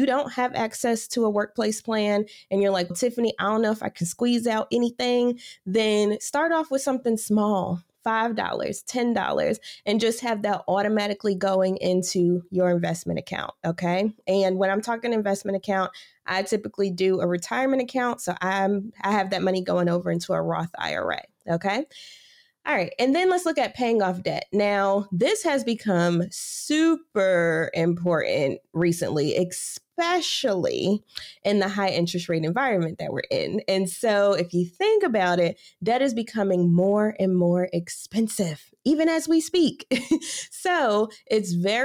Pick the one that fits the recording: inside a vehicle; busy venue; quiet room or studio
quiet room or studio